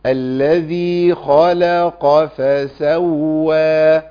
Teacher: نخلص اللام من الخاء والقاف المفخمين، واللام مرققة ضعيفة